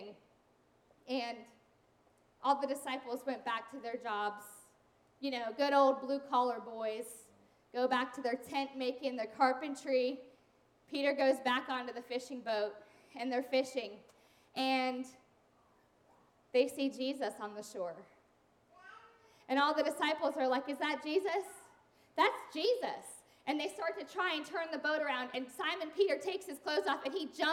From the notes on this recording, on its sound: Sunday sermons and special event audio from Dwelling Place NRV in Christiansburg, Virginia.